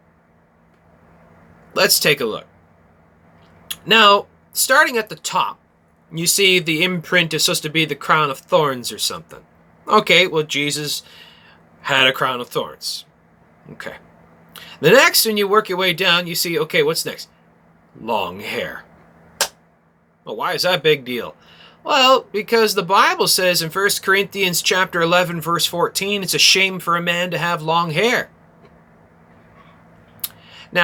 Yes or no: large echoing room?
no